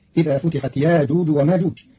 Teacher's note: إذا فتحت يأجوج ومأجوج، قرأ قالون كلمتي يأجوج ومأجوج بإبدال الهمزة الساكنة حرف مد بمقدار حركتين، فتصير إذا فتحت ياجوج وماجوج مرادا بالتخفيف.